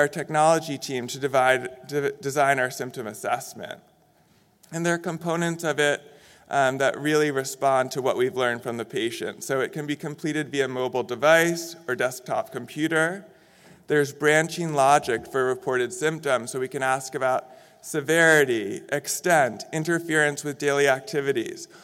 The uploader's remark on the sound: In this session recorded at DPHARM 2022.